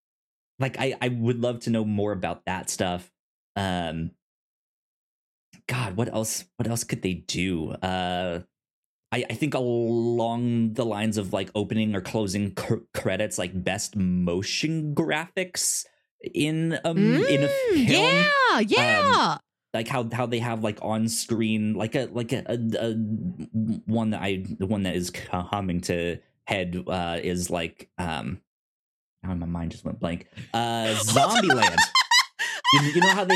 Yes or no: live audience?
no